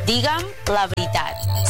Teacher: la pronúncia oriental ens tocaria fer la vocal neutra. Però penseu que ve de la reducció de «digues» i que, per tant, s'escriu amb «e».